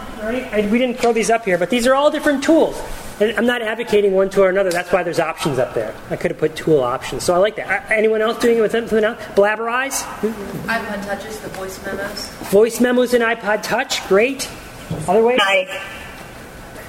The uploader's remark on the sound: The second half of the recording of a live presentation. At the 2012 Virginia Society for Technology in Education Conference.